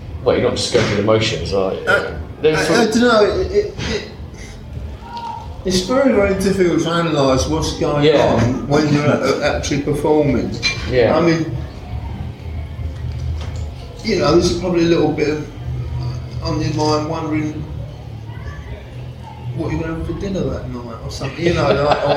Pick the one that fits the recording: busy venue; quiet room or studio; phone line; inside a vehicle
busy venue